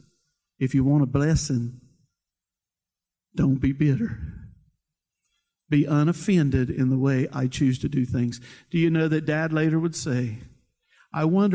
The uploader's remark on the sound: preached at Seashore church of the Nazarene in Cape May, New Jersey